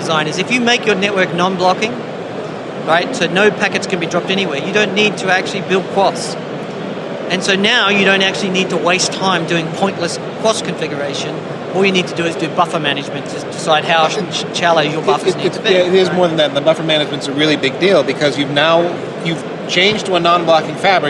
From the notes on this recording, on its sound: While Packet Pushers were covering the Barcelona HP Discover conference and we got together with some of the folks attending the event on the show floor.